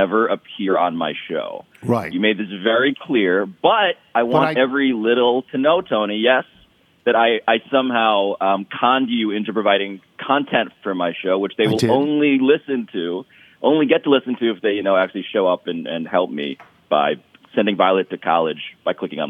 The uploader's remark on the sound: Phones.